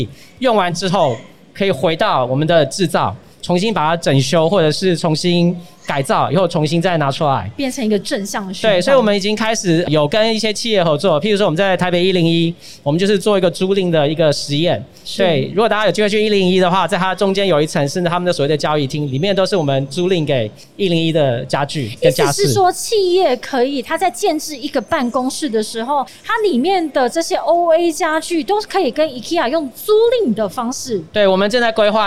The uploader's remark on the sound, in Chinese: 2021 Energy Taiwan智慧能源週-Live Podcast